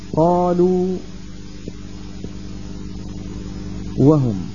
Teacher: الواو الأولى من الواوين مدية ساكنة وقبلها مضمومة · Term: حرف مد